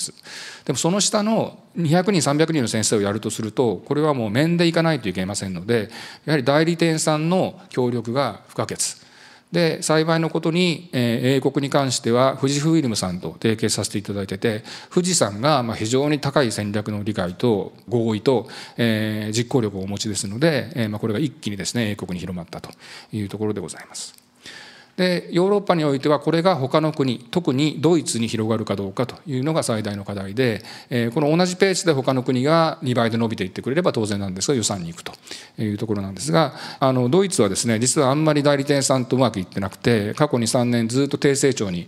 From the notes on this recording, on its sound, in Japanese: 2023年1月28日、東京・三田で行われた「ラジオNIKKEI … 注目企業ＩＲセミナー」